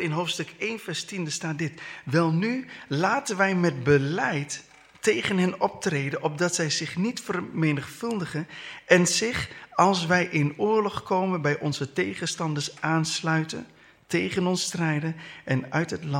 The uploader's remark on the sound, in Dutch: Deze preek is opgenomen tijdens de eredienst van Christengemeente Dinxperlo te Dinxperlo.